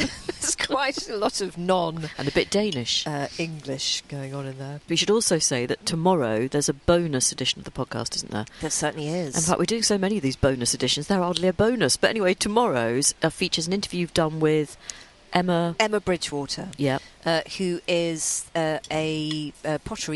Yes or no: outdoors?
yes